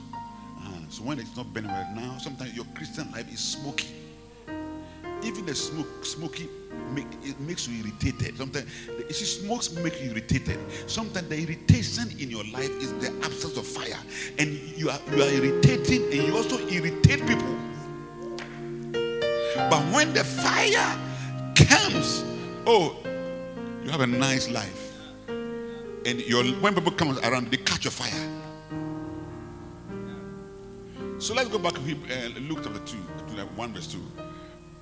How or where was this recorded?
large echoing room